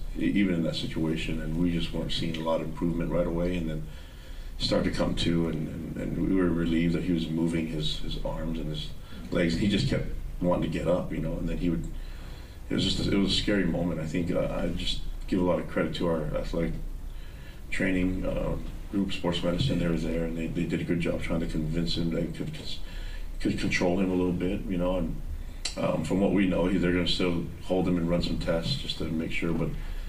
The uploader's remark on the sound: Postgame Press Conference vs. Arizona.